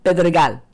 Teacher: I curled my lip in the entire time with that P so that it didn't have a plosive sound like pa. And when my husband said Pedregal, people didn't hear the word the same way.